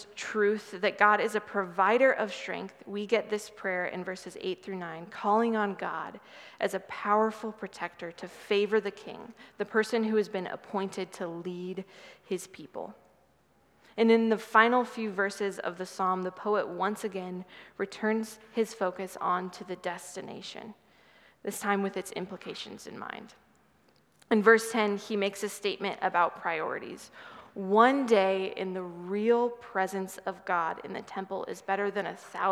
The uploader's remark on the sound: Sermon from 6/11/23 preached at Good Shepherd Oak Cliff